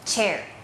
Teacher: แต่เสียง chมันจะแบบมีลูกเล่นนิดนึงออกมาแต่ออกไม่หมดมันจะเป็นลมแบบปุ๊บเดียวเท่านั้นค่ะ